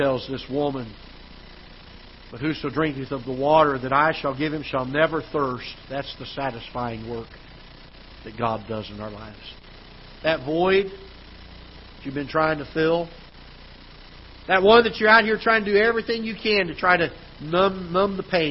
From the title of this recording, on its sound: Ketha Heights Baptist Church ~ Live Broadcast